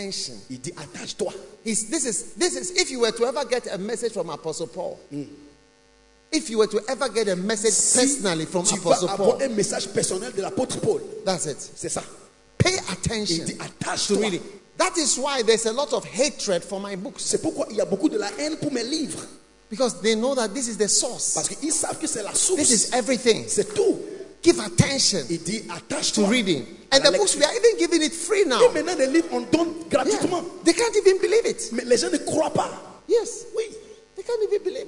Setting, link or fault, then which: setting, large echoing room